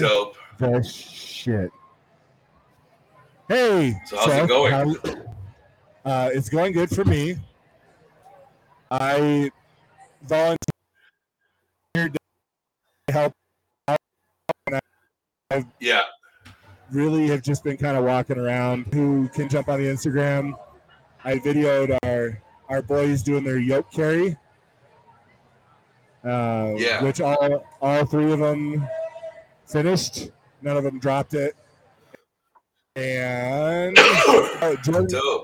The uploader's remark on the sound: Live from #crownmountain